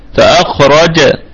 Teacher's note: فاخرج الكلمة كلها مرققة ما عدا الراء، فالراء مفخمة قولا واحدا وصلا ووقفا. فأخرج لو وقفت قل فأخرج هكذا.